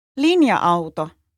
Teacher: we have to pronounce the A sounds separately, not as a long sound.